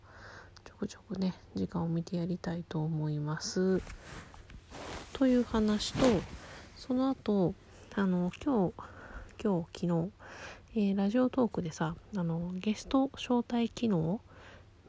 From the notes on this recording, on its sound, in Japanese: うつ伏せに寝っ転がって話しているので雑音が…ゲスト招待機能β版。